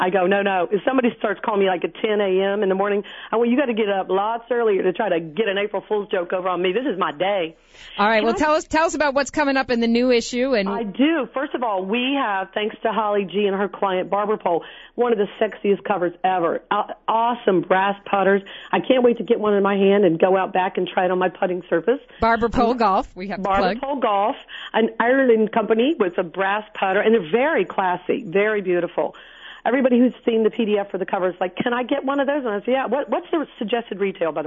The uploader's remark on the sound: Called in to wrap up the show.